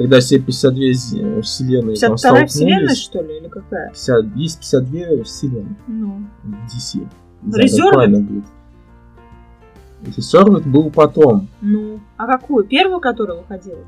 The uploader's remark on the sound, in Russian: Друзья, в начале хочу сказать, что немного напортачили со звуком